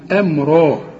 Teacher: الهمزة في القرآن دائما مرققة والميم كمان مرققة، هنقول أمرا.